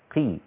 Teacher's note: لابد أن تكون قاف فتصير في أقل درجات التفخيم قي. هي قاف لكن الكسر بيجعلها في مرتبة أقل من الفتح والضم.